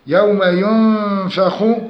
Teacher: النون مع الفاء إخفاء حقيقي بغنة مقدار حركتين